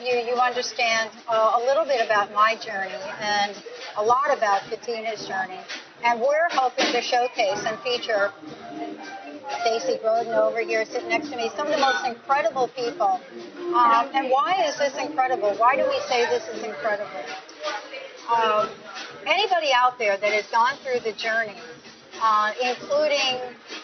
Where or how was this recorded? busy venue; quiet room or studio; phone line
busy venue